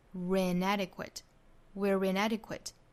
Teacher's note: are We are 那缩约之后的读法我们应该都知道就是 where Where Where 再跟后面连读就是 We are in Inadequate Inadequate 相当于在 inadequate 前面加一个 r 的发音 inadequate we're inadequate 再跟前面 that 形成一个小的一群 that we're inadequate not that we're inadequate